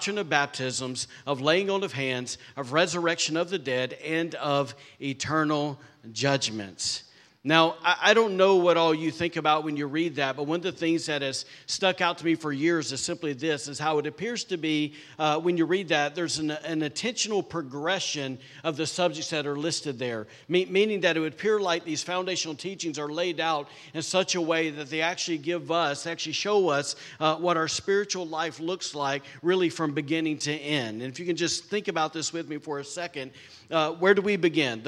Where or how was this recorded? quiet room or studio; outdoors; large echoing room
large echoing room